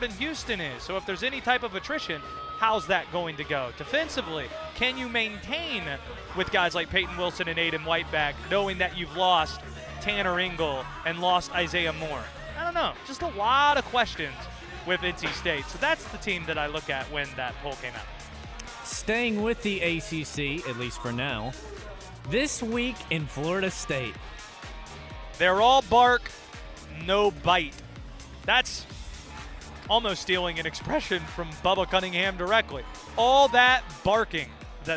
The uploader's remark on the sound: live from the Wyndham Championship